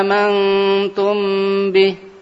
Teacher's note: Mim yang diikhfakan, yang bacanya samar, dengung.